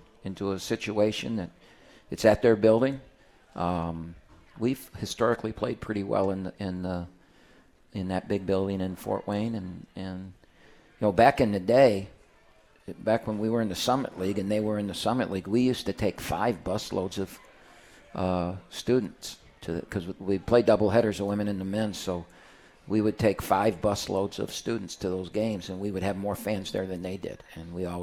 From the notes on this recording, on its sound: live from RJs Pub in Rochester Hills